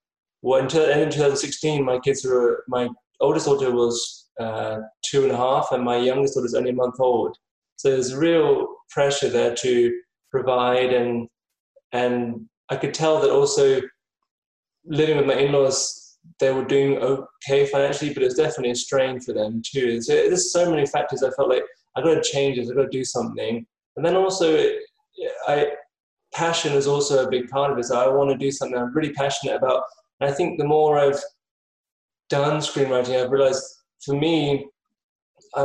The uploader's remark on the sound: In this episode we have a 'zoom' chat (it's all the rage).